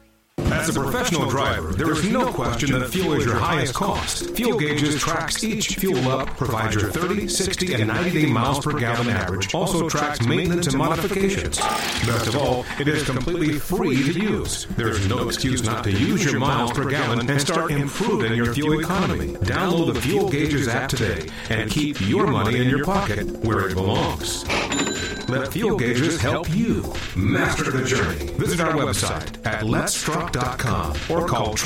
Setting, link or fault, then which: link, phone line